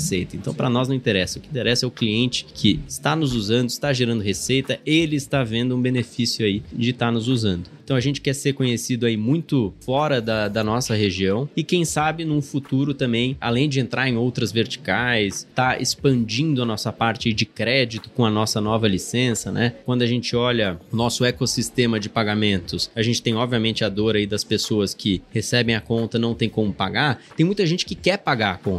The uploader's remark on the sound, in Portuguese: gravado durante a Gramado Summit